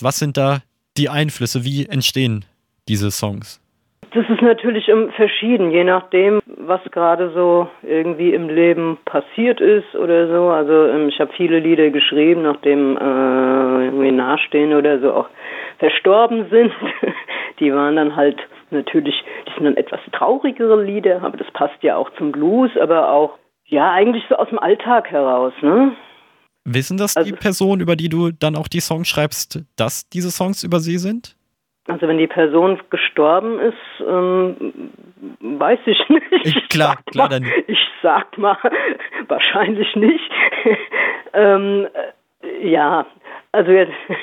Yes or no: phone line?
yes